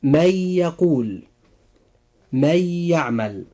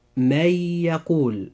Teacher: وقع بعد النون الساكنة حرف الياء، وهو من حروف الإدغام بغنة، فنقول: من يقول، وكذلك من يعمل.